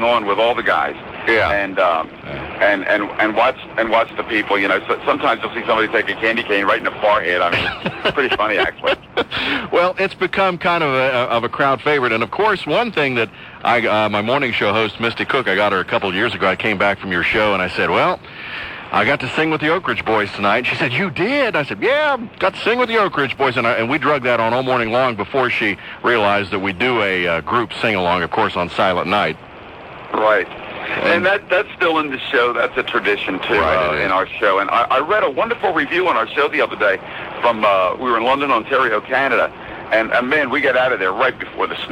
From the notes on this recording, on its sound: On the bus! Live from the bus on the road.